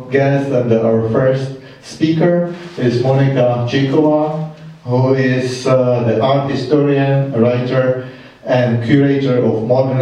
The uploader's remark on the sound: Recorded at the Czech Embassy Cinema in London